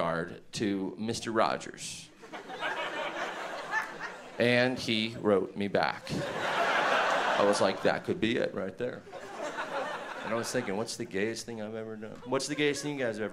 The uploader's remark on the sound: delivers an outrageous performance at the 2013 Just for Laughs Festival in Montreal